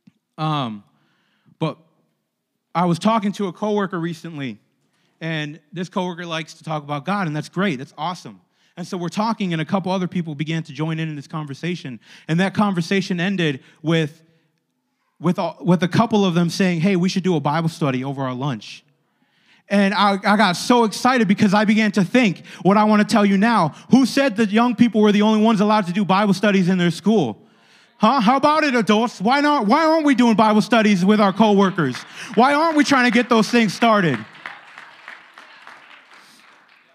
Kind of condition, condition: setting, large echoing room